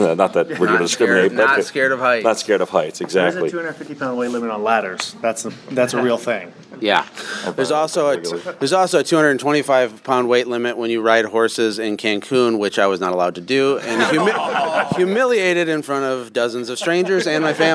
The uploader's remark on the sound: play some snippets from live roundtable discussions that happened during our life Automate Grow Sell Xperience Event at our house in October